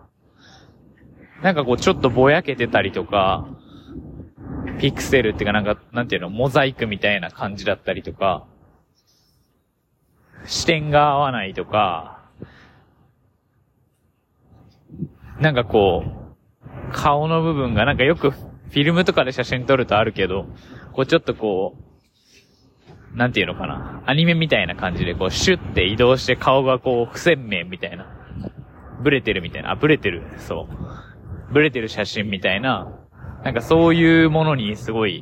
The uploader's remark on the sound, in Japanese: あらゆる環境で撮ってどう仕上がるのかを実験していて今回屋外で歩きながらを試してみたけど騒音ごめんね。